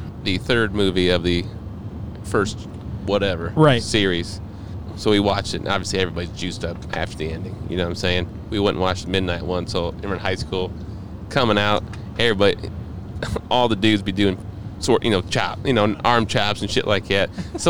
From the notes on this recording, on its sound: This episode we decided to do something different and did the show in the van coming back from Findlay East.